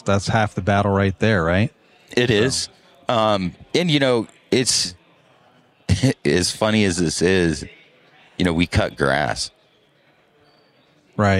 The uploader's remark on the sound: LIVE from Pod-Row at Synkd LIVE 2024 in Atlanta.